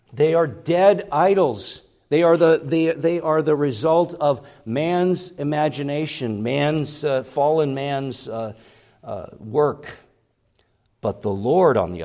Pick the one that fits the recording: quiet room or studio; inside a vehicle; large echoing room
large echoing room